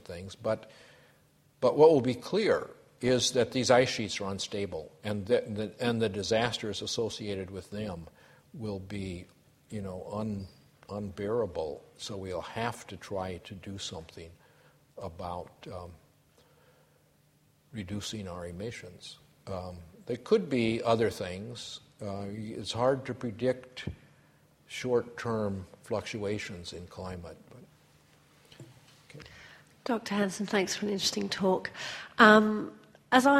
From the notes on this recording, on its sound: A Sydney Ideas lecture